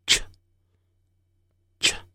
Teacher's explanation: 发出类似起的这种的短促无声音，其实最好念成切切啊，这样子啊。了解之后咱们来看 · Term: 清辅音